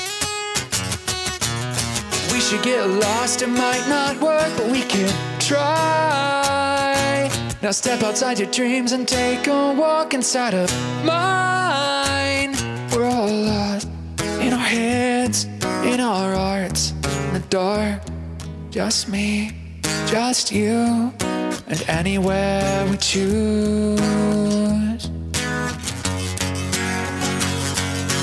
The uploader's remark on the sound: This month's episode of Notable Music Podcast was filmed live at Howlers